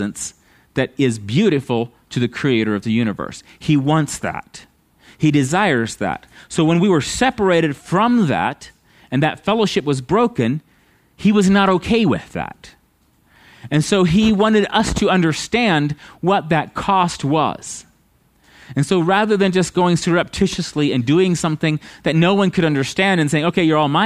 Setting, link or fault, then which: setting, large echoing room